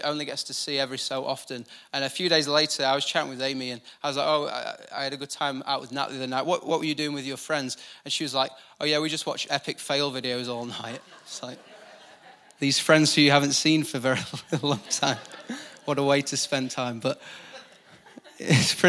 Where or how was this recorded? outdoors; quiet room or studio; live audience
live audience